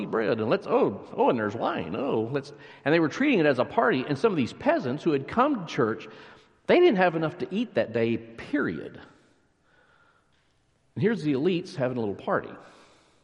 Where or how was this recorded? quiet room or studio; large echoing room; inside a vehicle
large echoing room